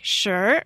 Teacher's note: you have a rising tone, like sure